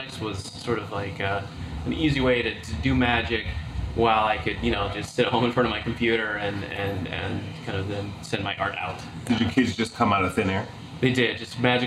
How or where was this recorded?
busy venue